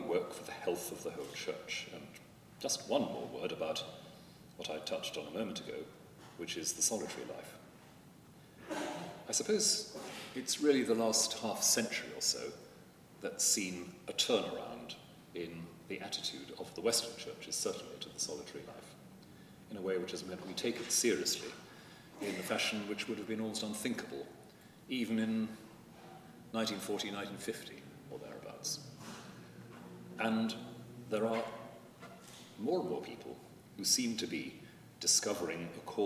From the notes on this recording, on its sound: At a recent gathering at Lambeth Palace. This podcast was recorded at a gathering to promote the work of the Anglican Religious Communities Charitable Trust.